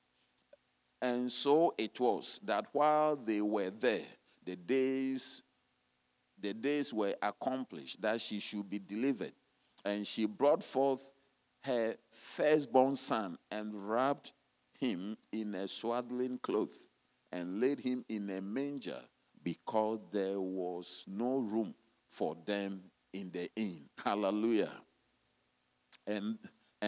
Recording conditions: large echoing room